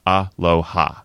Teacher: three syllables, the first is a single vowel sound, the other two have what's called CV structure, a consonant sound followed by a vowel sound